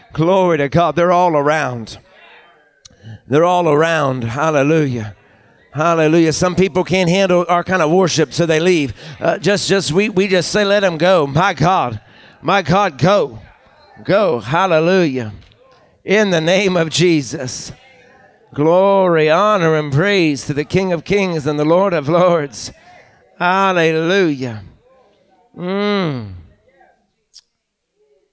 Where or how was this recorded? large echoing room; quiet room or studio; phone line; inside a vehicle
large echoing room